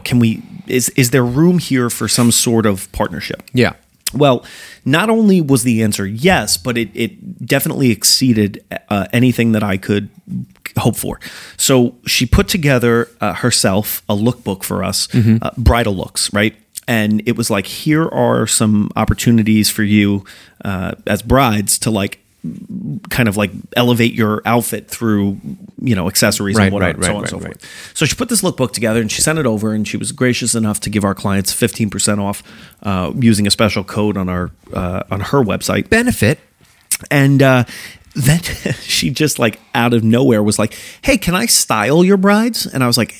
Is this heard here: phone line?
no